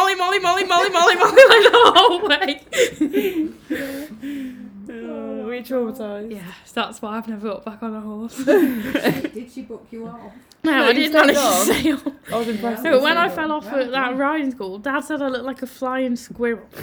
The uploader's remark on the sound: we know the sound quality is questionable we will invest in another MIC